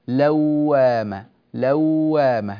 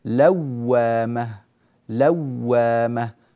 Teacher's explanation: فكلمة اللوامة لوا لا يصلح أن تكون الواو فيها طرية، يعني لا نقول اللوامة لوامة بهذه الطريقة، نشد الصوت لأن هذه الواو مشددة · Shown in: second take · لوامة لوامة، فاعتنوا بهذا أكرمكم الله. · Term: الواو المشددة